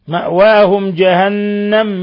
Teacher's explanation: ميم ساكن جاء بعده الجيم إظهار شفوي